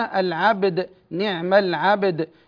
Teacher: عندنا قلقلة في الباء والدال، فنحافظ على قلقلة الحرفين